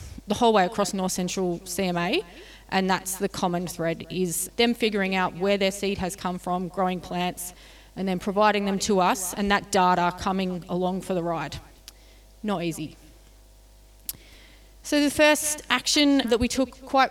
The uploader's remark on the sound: This is the full audio from the Connecting Country event called ‘Revegetation Success in a Changing Climate’.